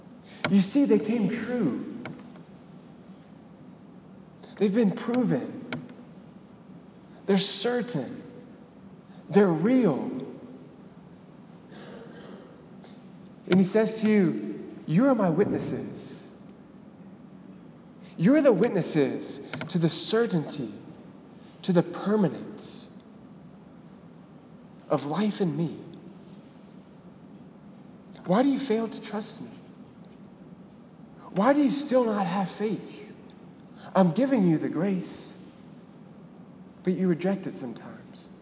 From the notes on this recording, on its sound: Delivered on April 15, 2018 at the Cathedral of the Nativity of the Blessed Virgin Mary in Biloxi, MS.